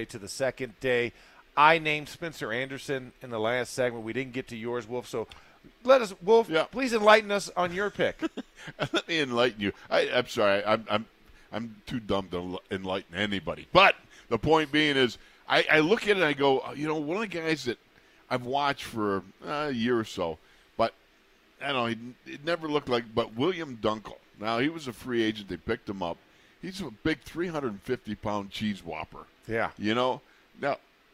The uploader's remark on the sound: In the Locker Room Live from Steelers Training Camp Day 3.